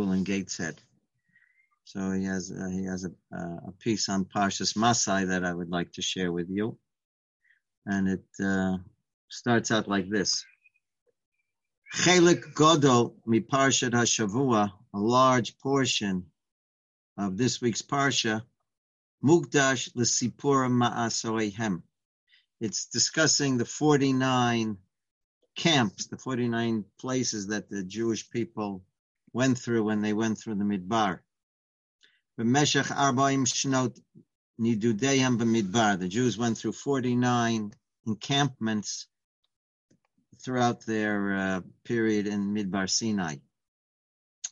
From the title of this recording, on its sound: Live On Zoom